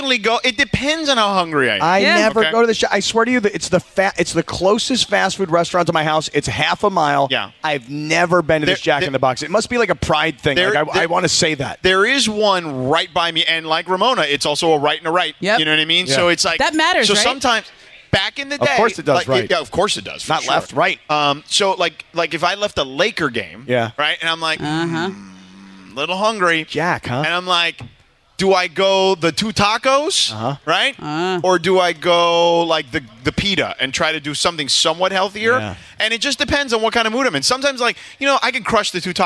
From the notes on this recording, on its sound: HR 1: Another Remote! Live at Hollywood Park Casino.